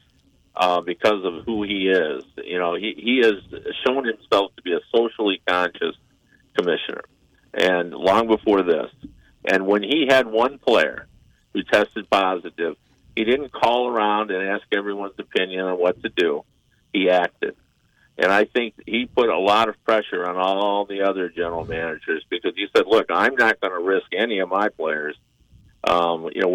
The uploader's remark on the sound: They are joined on the phone